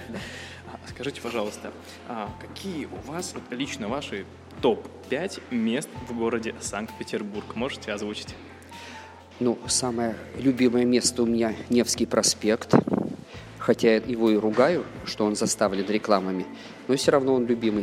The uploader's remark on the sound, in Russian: «Podcast TRAVEL TIME» на фестивале «Теперьбург»